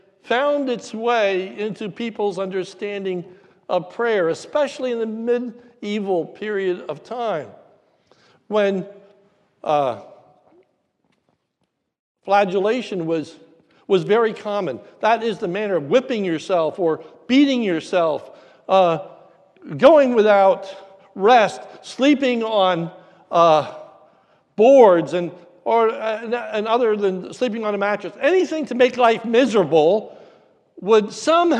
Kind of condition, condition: setting, large echoing room